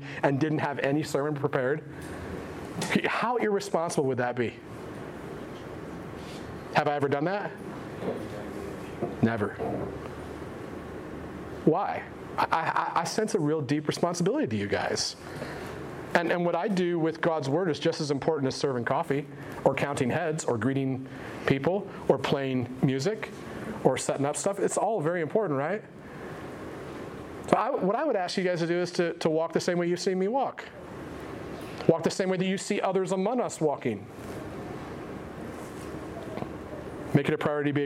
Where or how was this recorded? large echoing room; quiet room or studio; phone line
large echoing room